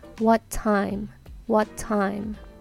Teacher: what t で割って time t で始まるので最初の what の t が落ちて what time what time になりますなので同じ音の子音の場合は最初に来る単語の最後の子音が落ちます want to good day what time っていう感じですねで実はまあ細かいルールみたいなものを言うともっといっぱいあるしその音の変わり方とかもえっ、ー、と細かくやろうとするとえっ、ー、といっぱいあるんですけどこれに関してはあんまり今の段階で深くえっ、ー、と突っ込みすぎたく